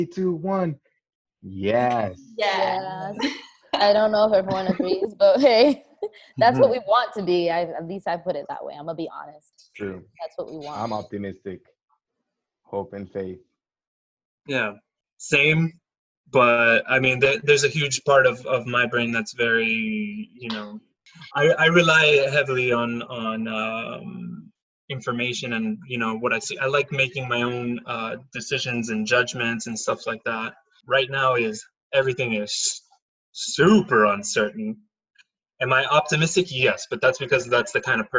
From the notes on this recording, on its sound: our first Zoom call